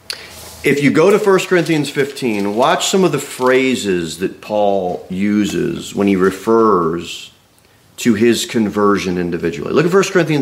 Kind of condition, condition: setting, large echoing room